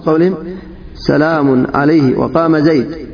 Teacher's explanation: ألف التفخيم فهي التي تجدها بين الألف والواو